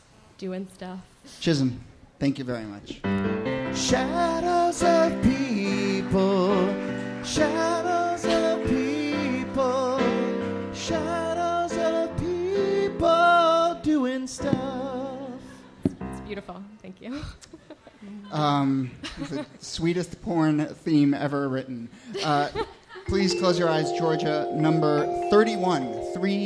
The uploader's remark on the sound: from our October regular show at Housing Works Bookstore